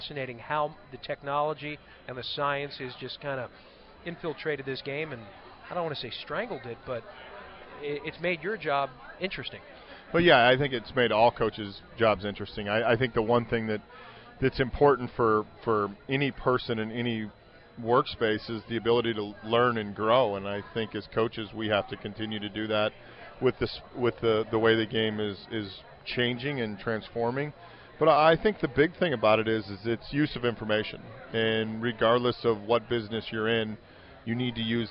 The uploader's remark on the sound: LIVE from PiratesFest Friday night at PNC Park